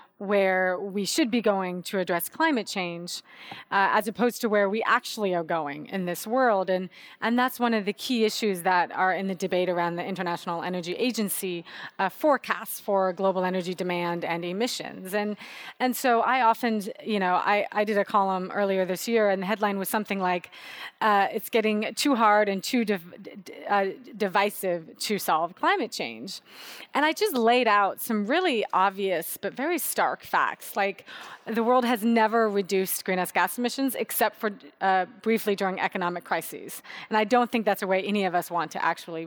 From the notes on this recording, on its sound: Portions of this program were recorded at the BSR 2019 Conference in San Jose, California.